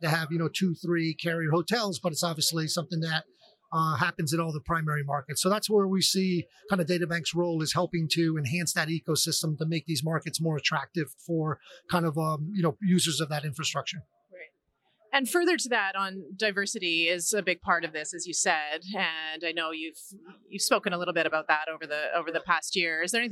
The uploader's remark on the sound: Live from PTC'20